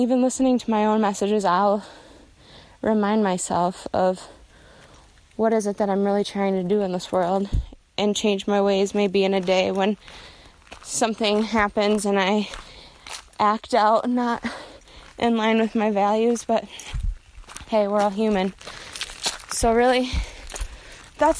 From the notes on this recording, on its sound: I decided to share a recording from a walk I took through the woods a couple months back